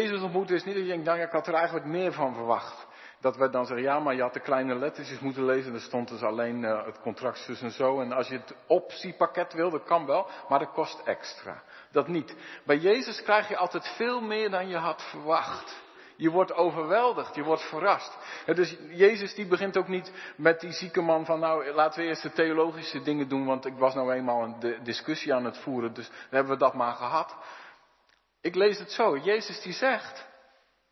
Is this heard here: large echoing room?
yes